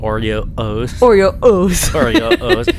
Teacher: I don't like the glottal stop in the middle.